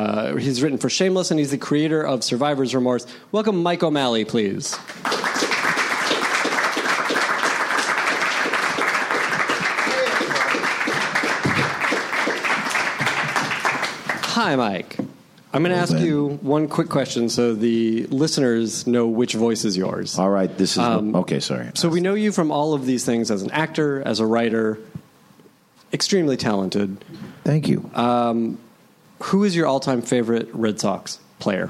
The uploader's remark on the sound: At the Nerdist Theater at Meltdown Comics.